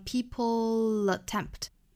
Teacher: people 和 attempt 做连读，读出这个舌侧音 l 的发音